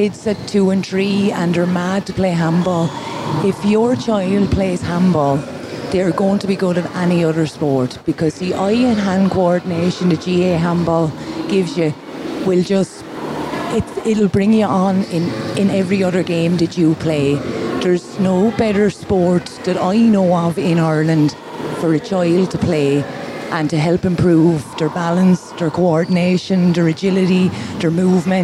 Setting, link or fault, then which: setting, busy venue